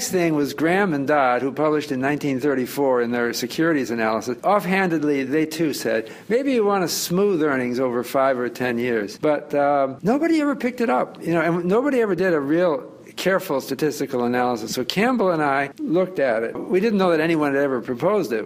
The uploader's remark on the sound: at the floor of the New York Stock Exchange